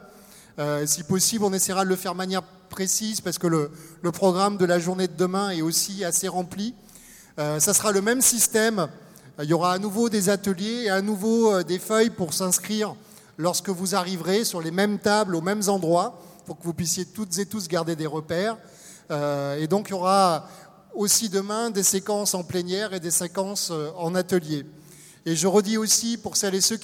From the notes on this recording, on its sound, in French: Captation de la conférence gesticulée donnée à l’occasion des États Généraux de la Santé des Travailleuses et des Travailleurs organisés par le Collectif pour la santé des travailleuses et travailleurs.